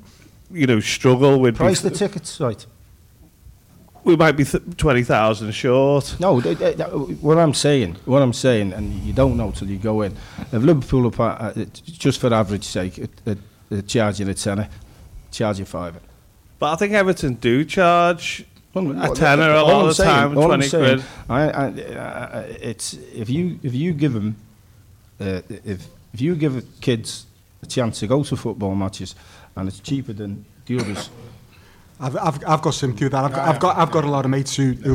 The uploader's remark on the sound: Live from Liverpool